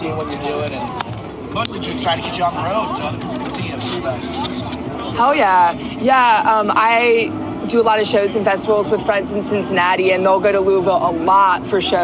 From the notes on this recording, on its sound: at Summer Camp Music Festival